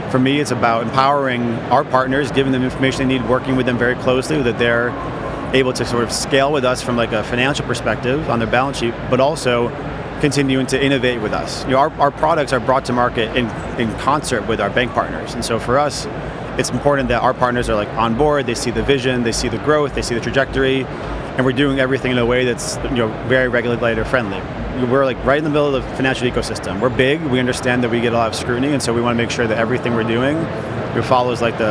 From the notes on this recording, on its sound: Recorded at Money20/20 USA. The event took place at The Venetian, Las Vegas. We recorded a series of interviews from the Instnt's booth with a number of the speakers and attendees at the event.